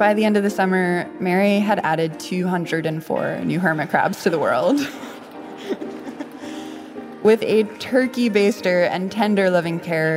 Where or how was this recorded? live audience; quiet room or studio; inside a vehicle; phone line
live audience